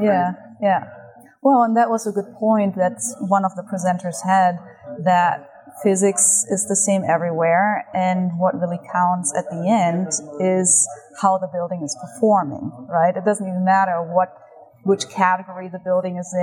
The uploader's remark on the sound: Recorded at the 26th International Passive House Conference.